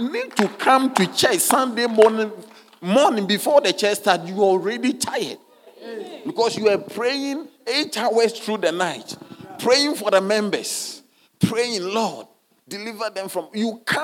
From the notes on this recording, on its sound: Sermon delivered on Sunday, January 07, 2024, at Serious Christian Church in Cape Town, South Africa.